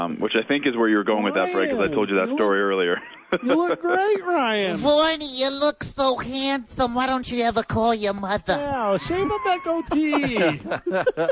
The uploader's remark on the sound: live from The Dukes Store